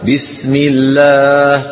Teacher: تقدم عند شرح البيت 44 أن العرب تفخم بإجماع لفظ الجلالة الله إن سبق بفتحة أو ضمة، أما إن سبق بكسرة أو إمالة فإن اللام تبقى على أصلها من الترقيق